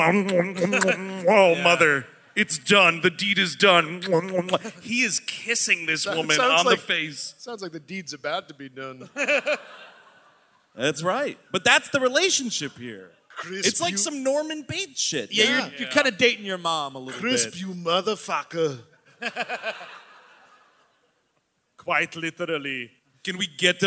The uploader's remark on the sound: Live in Portland. The gang is live from majestic Portland, Oregon. Recorded on the recent west coast tour at the beautiful Aladdin Theater.